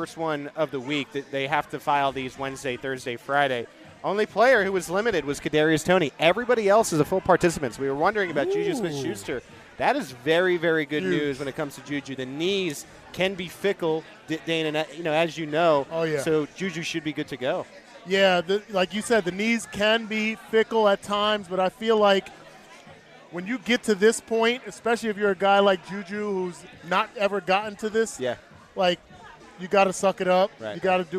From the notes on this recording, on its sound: This week Arrowhead Pride radio was live from Super Bowl LVII in Arizona.